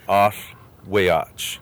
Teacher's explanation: you put your tongue like you're going to say an L, and you just blow air through · Term: HL sound